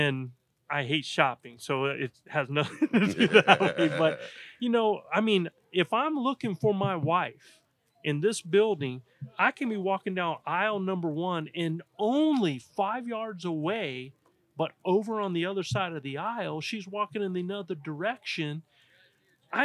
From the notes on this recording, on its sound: This weeks Wapiti episode is a live session from Mountain Archery Fest.